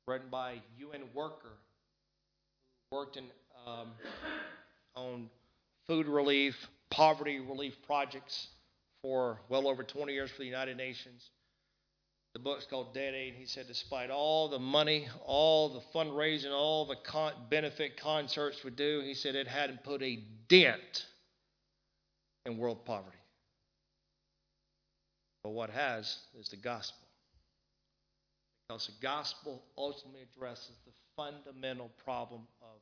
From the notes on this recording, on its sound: Recorded live in Liberty Church on 30th June 2019